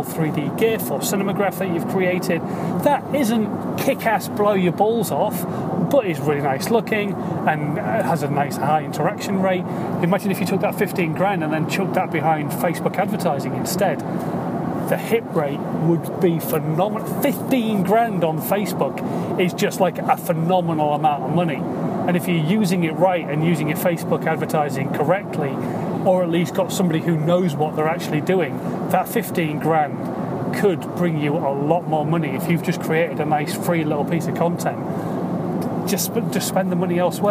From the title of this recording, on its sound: In My Car